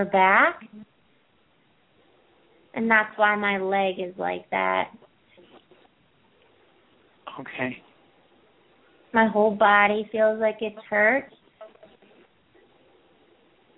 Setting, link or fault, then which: link, phone line